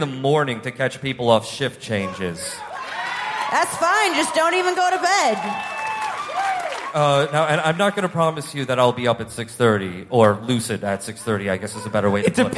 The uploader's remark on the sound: Live from Las Vegas. Our live show from the House of Blues in Las Vegas.